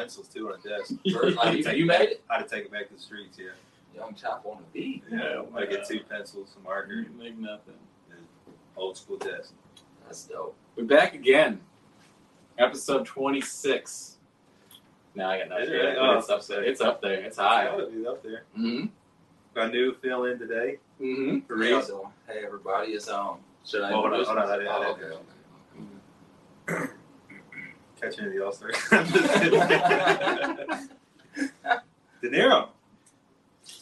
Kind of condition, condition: fault, poor sound quality